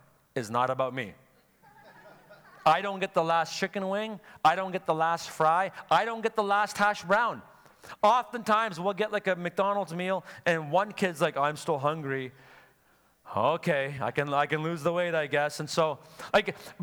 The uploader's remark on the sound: Sunday Service live broadcast